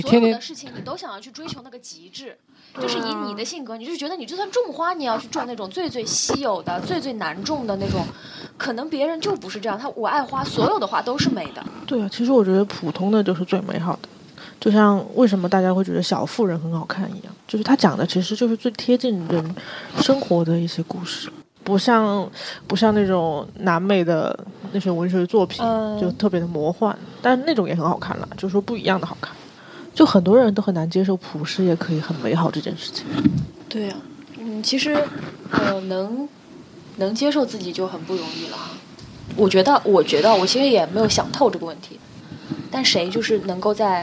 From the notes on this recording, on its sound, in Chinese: 收音效果没有想象的好，比如呼吸声和耳麦触碰